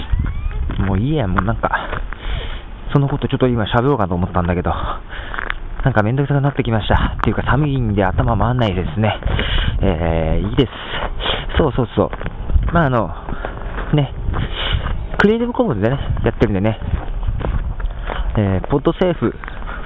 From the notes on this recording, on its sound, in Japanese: 名古屋の雪。寒いのにわざわざ外に出て、しかも滑って転びそうなのに歩きながら録音するこの心理。わざわざ家から外に出て、歩き回りながらの録音です。